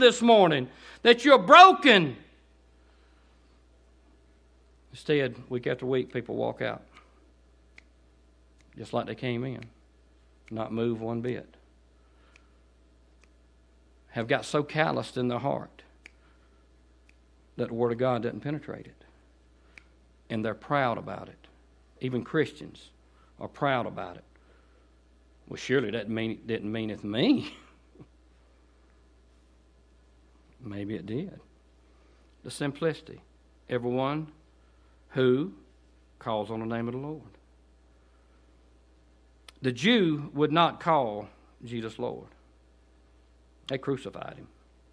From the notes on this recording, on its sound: delivered on 9/16/18 during the 11am service at Cottondale Baptist Church in Eastman, GA.